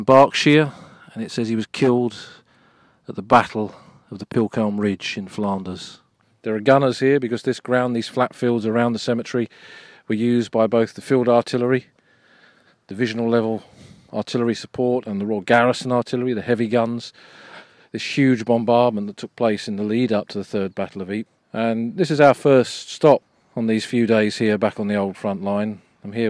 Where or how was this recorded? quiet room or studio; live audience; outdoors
outdoors